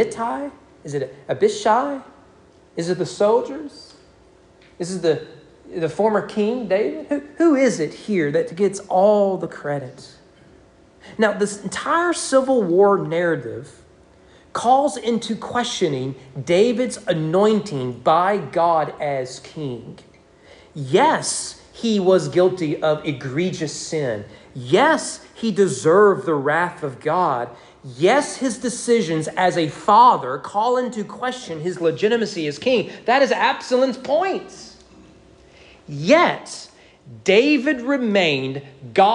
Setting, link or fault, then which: setting, large echoing room